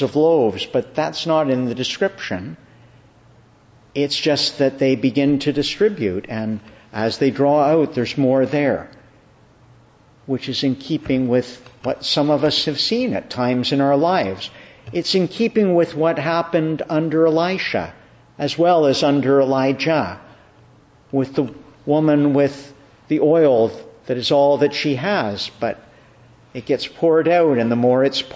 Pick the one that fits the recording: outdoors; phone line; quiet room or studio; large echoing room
large echoing room